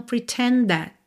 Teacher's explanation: D e T são feitos aí no mesmo lugar, então pretend that, ok?